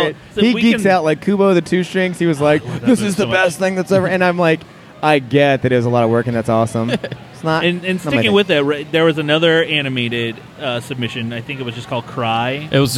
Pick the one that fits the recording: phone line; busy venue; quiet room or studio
busy venue